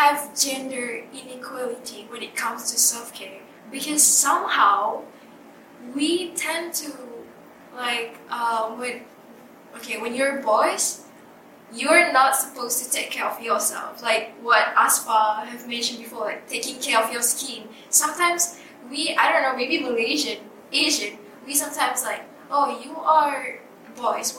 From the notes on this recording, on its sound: With future teachers of Institut Pendidikan Guru Kampus Tun Abdul Raza (IPGKTAR) in Kuching, Malaysia Borneo. We had just finished a workshop on making for wellbeing and wellbeing for making. This episode is recorded on one microphone, so there are a few little moments of quiet.